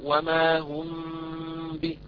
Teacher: ومن مواضع الغنة المستطالة في الميم أيضا الميم المخفى عند الباء كقول الله عز وجل فبشرهم بعذاب أليم وما هم بمؤمنين، لاحظوا وما هم ب، هذا إخفاء الميم الساكن عند الباء وهو الإخفاء الشفوي فيه غنة مستطالة